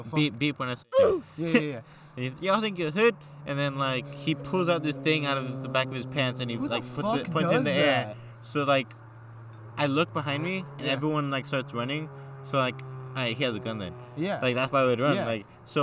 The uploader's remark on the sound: Recorded at an abandoned water aqueduct in the middle of the forest.